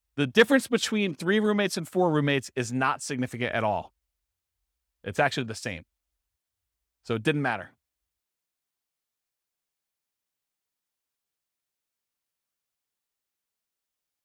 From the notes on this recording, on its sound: This was a live class recorded.